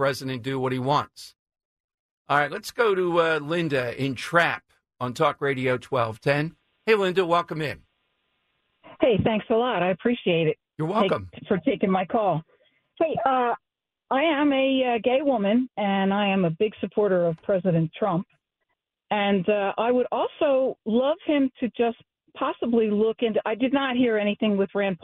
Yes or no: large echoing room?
no